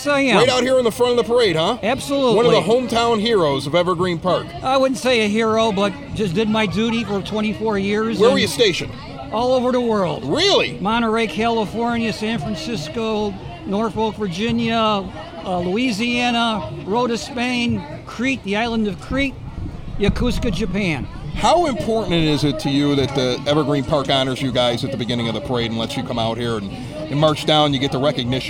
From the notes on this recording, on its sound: Recorded at this year's Evergreen Park Independence Day Parade! The Evergreen Park Community High School Marching Band.